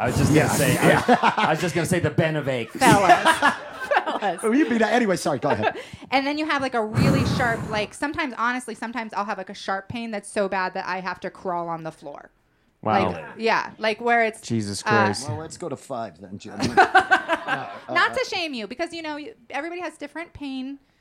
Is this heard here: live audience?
yes